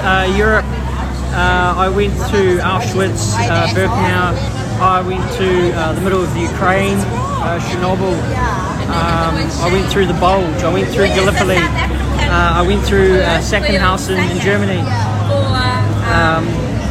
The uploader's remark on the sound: In Wellington, New Zealand on the grounds of Parliament.